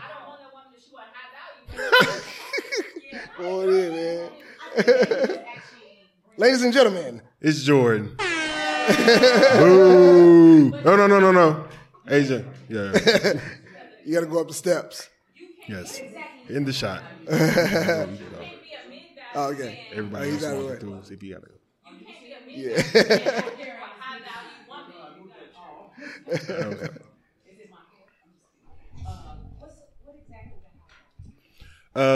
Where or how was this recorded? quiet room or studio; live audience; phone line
live audience